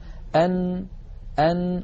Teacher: النون تخرج من طرف اللسان